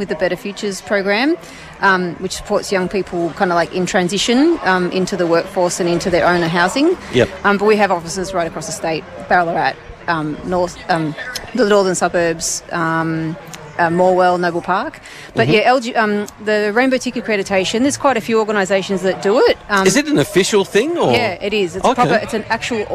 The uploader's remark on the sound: One FM at Out in the Open 2023. At a special outside broadcast at the Out in the Open Festival Day 2023 at the Queen's Gardens, Shepparton.